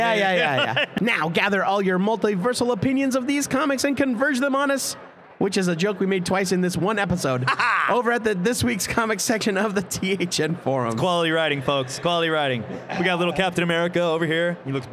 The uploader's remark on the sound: Recorded LIVE from O Comic-Con 2015!